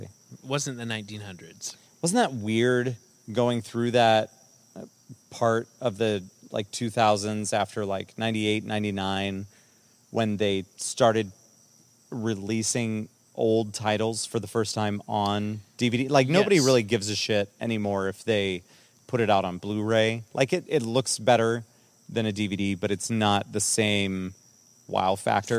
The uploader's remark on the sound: Forced outside due to unfortunate events. Are at one with nature.